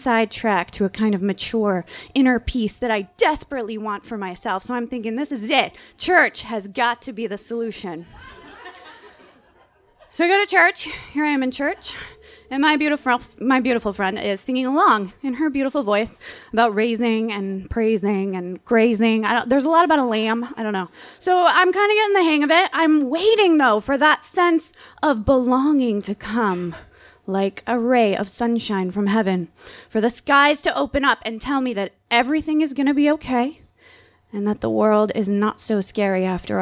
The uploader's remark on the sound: This story was recorded live at Tiger!Tiger! Tavern.